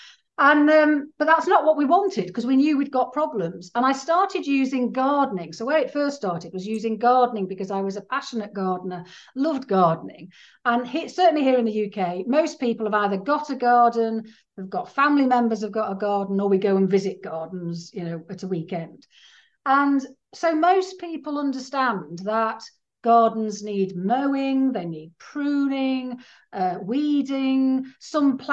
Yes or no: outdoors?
no